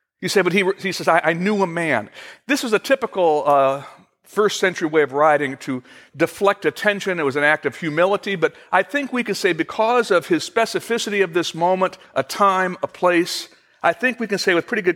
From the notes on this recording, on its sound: Originally recorded June 21, 2015, at Fellowship Missionary Church, Fort Wayne, IN.